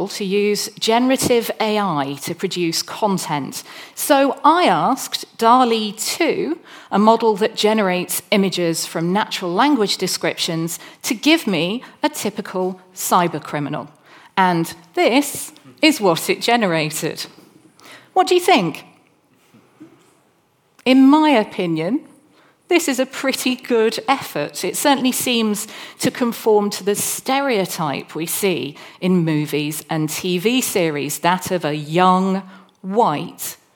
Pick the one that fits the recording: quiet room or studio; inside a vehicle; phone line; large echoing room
large echoing room